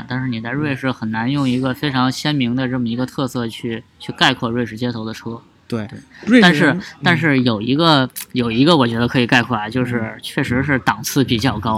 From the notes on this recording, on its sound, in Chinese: 老司机欧洲行番外篇。他们在保时捷博物馆里，为我们录制了这样一期节目。